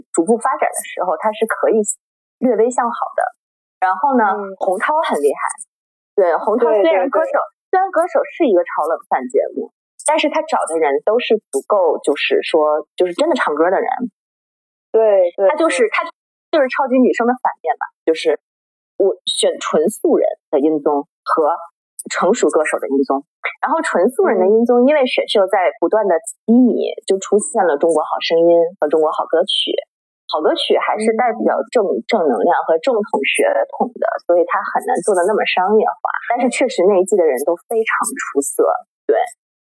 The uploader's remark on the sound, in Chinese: 本期节目录制设备出了一些问题，可能会有少许杂音，在此跟大家说声抱歉。